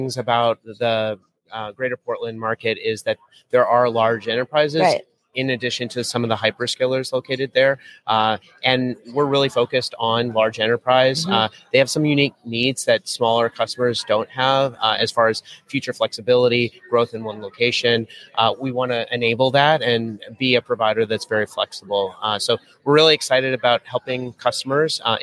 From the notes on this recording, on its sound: JSA TV LIVE at PTC’23.